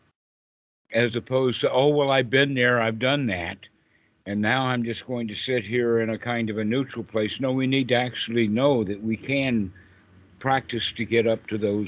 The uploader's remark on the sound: This call was recorded.